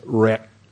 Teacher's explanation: But it's not reg, it's rek. And you close your throat and you have that little k connected to it, that rek.